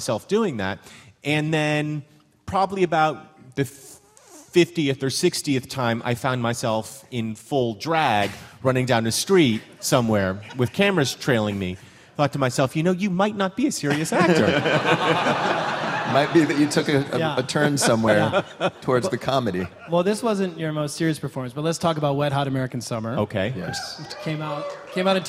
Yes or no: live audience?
yes